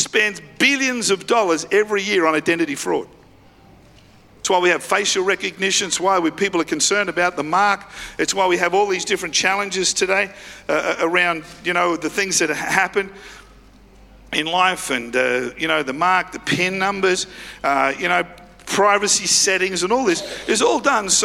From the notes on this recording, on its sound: Live at Freshwater Church on Good Friday the 7th of April 2023.